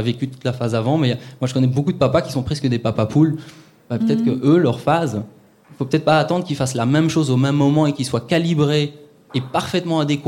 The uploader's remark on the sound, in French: Episode live lors du festival Podbxl. BXL pour y partager un épisode en live, en ligne et avec public en présentiel.